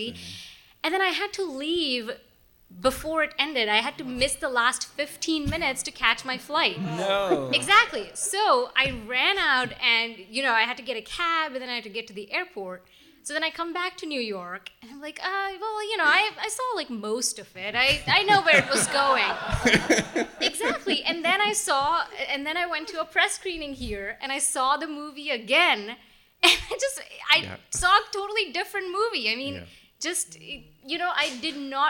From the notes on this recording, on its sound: We announced the results live at a special Film Comment Talk.